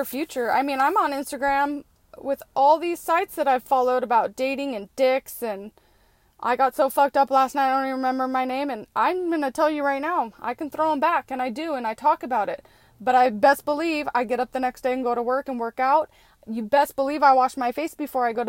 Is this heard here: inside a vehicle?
yes